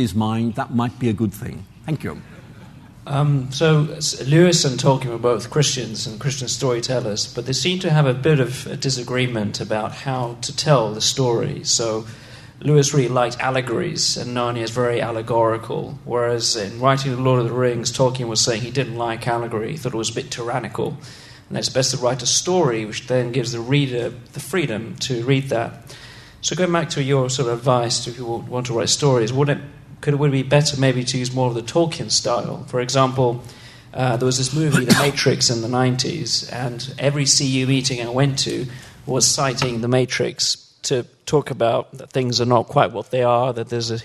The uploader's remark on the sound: answers audience questions following his lecture